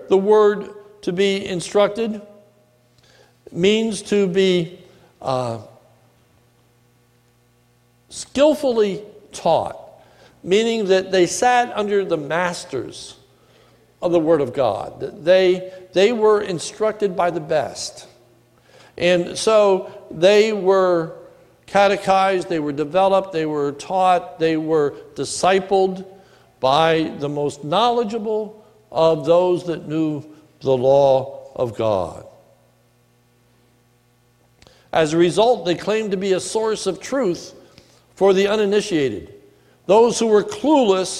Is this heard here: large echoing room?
yes